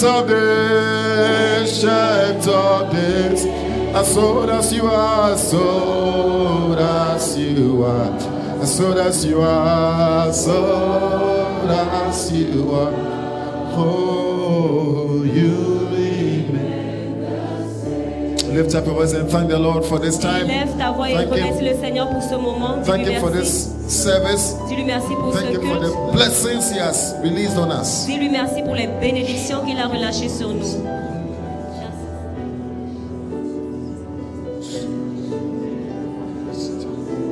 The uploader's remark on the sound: Preached during Joyful Hour Sunday Service